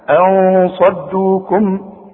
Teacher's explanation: خد بالك من الصاد بقى بدون تشديد مش مشددة زي الإدغام · Term: الإخفاء